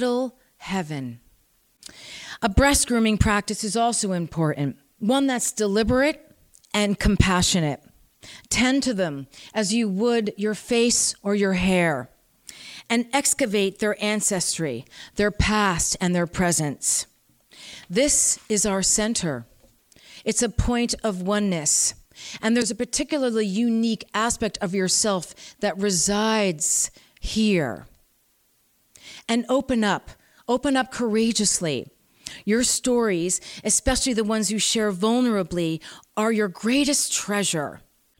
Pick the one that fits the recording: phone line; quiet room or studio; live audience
live audience